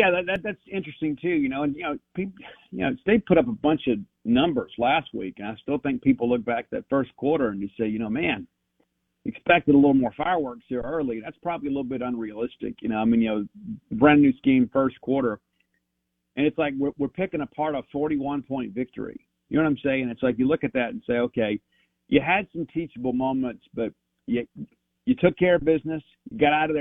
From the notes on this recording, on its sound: on the Farm Bureau guest line